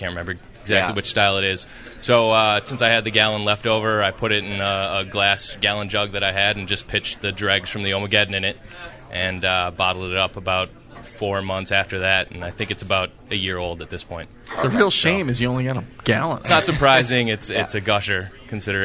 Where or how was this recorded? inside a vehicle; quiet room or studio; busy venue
busy venue